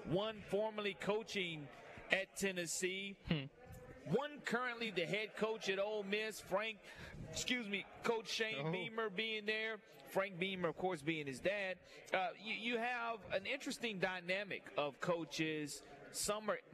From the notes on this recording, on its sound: Live at SEC Media Days. The Nashville SEC Media Day Four!